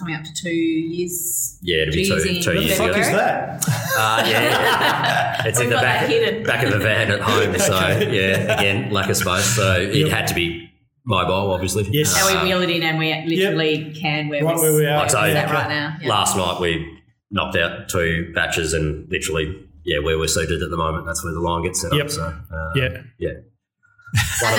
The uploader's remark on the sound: If you haven't been to Hobart. A rare "live in venue" recording.